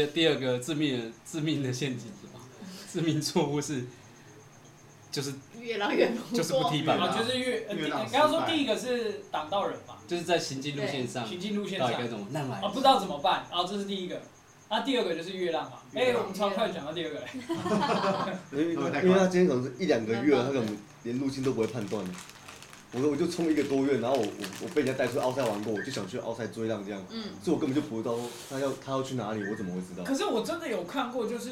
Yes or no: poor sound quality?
yes